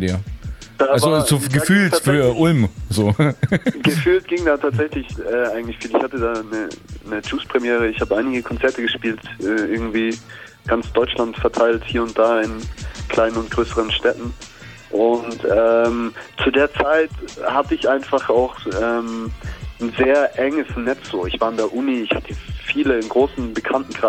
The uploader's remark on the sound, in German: am Telefon